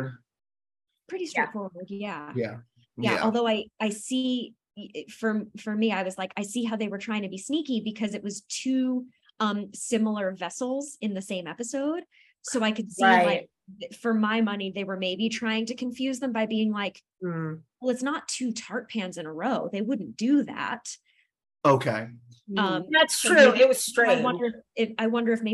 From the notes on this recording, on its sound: Over a Zoom call.